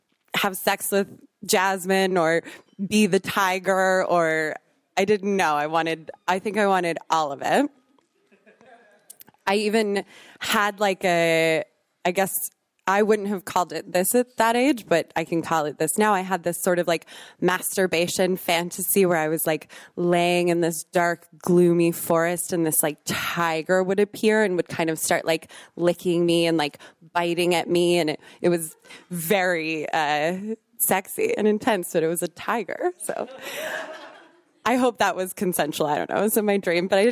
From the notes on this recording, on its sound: Recorded in March 2023 at our Berlin show.